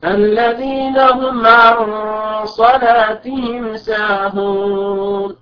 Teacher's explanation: بسبب وقوع حرف الصاد، والصاد من حروف الاستعلاء خص ضغط قز، ففخمت الغنة بسبب وقوع حرف الصاد بعدها وهو من حروف التفخيم